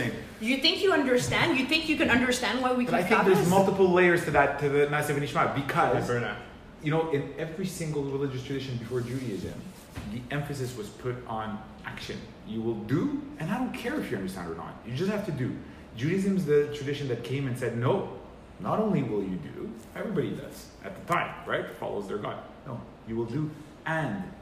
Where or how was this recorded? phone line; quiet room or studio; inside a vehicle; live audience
live audience